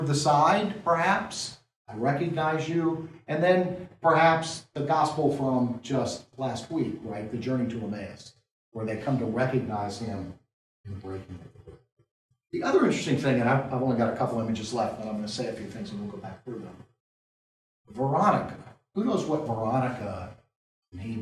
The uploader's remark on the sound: This lecture was given at the University of Maryland at College Park.